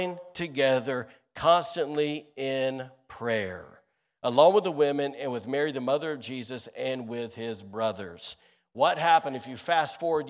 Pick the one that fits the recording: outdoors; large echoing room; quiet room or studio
large echoing room